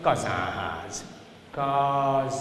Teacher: a konszonantális N helyett nazalizációval jelölöm a hallgató számára, hogy ott van egy N.